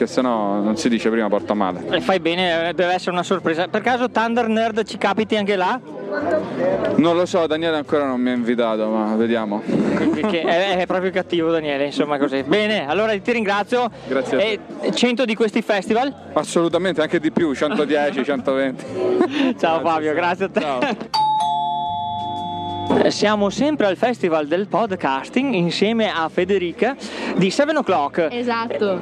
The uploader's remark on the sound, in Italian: Festival del podcasting a Milano. Incontrare dal vivo al Festival del Podcasting 2019 che si è tenuto al Talent Garden Calabiana di Milano.